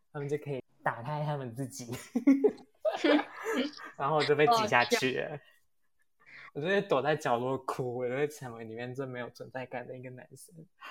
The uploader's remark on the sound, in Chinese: 因為第一次錄音有一些小問題